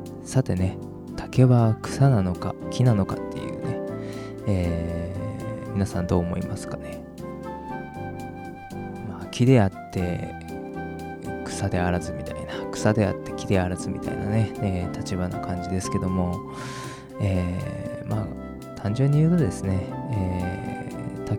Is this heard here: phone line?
no